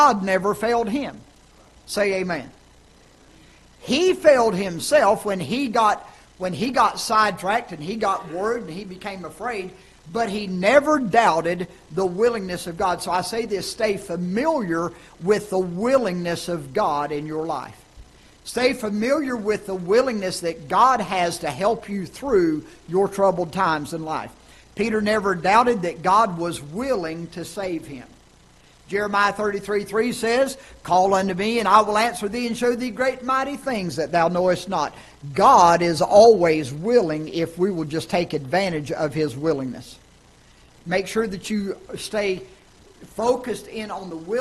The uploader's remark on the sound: Ketha Heights Baptist Church ~ Live Broadcast.